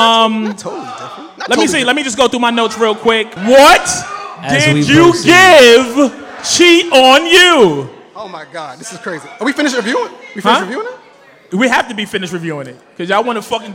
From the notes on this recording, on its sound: In front of a live studio audience in Harlem , NY. Special live episode.